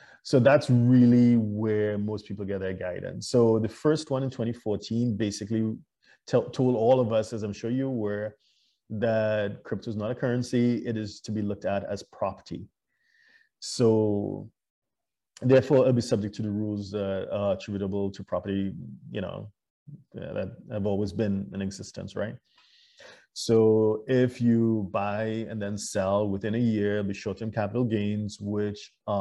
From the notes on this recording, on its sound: LIVESTREAM. For those joining us on Zoom.